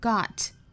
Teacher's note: 美音读法元音呢上下开口度更大一点